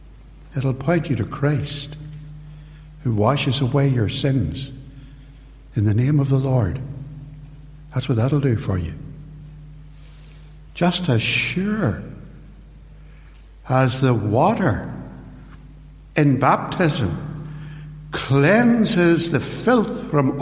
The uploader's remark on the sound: In this short extract from a sermon preached at Templepatrick Reformed Church.